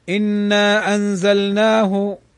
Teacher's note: فهنا نلحظ إنا أنزلناه، إنا كلمة، أنزلناه كلمة، وإنا فيها حرف المد الألف، وأنزلناه أتى الهمز بعد الألف، فهنا منفصل